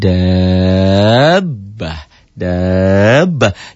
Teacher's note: Jadi bukan baknya yang panjang, daknya. · Term: madlaji musaqqal kalimi